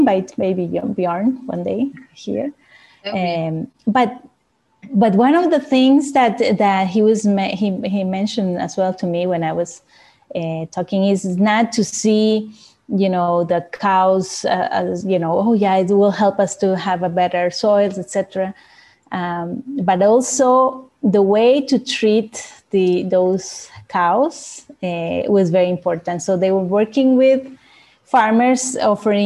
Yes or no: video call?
yes